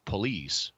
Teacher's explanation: it's police, which puts the accents on the last syllable on the ultima